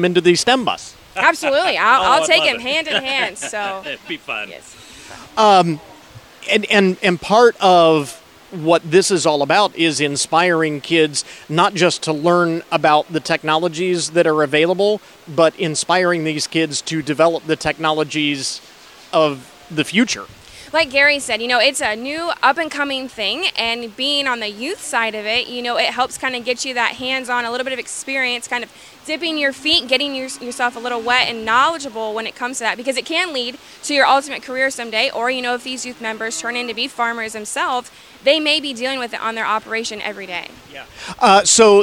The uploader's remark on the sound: ON LOCATION. Making sure you don't miss out on any of the unmistakable sounds of the fair. The fun continues at the Hancock County Fair. You never know who you might bump into on the fairgrounds.